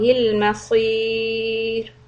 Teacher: the ra here will be soft when you put a sukun on it, because it is preceded by the letter ya with the sukun.